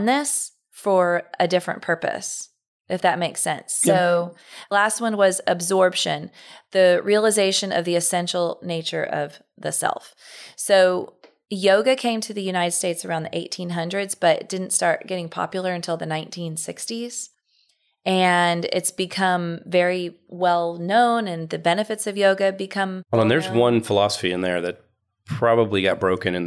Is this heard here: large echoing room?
no